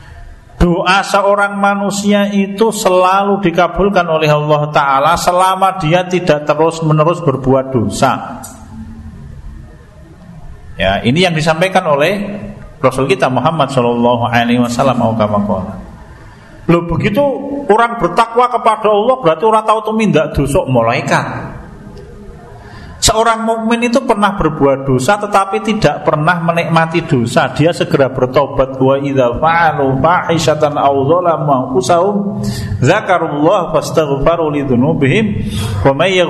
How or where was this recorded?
large echoing room